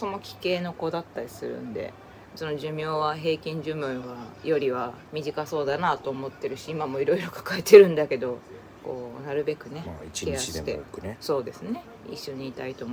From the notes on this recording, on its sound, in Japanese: 機材・設定： iPhone13「ステレオマイク」アプリ／iPhone マイク-前面（Cardioid）／ファイル形式 PCM44.1kHz 32bit Float。結果： マイク-前面（Cardioid）の設定が声拾いやすくてよさそう。